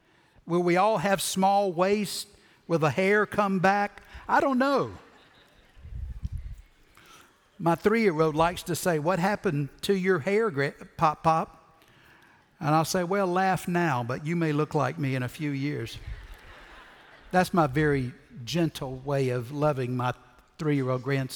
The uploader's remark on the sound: Recorded Live at Brookwood Church on 4.9.2023.